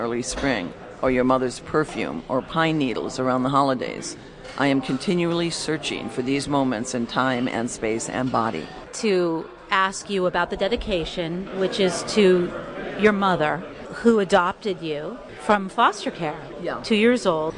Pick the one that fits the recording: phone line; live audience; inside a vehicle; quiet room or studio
live audience